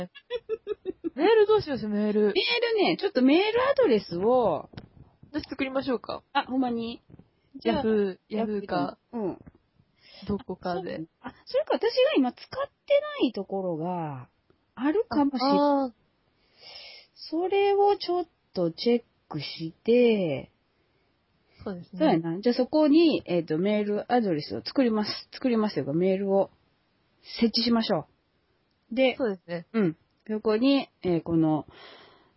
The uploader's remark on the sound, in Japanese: 音質は改善しようかと思いつつ、今回はこのまま。AMラジオだと思って聴くように！！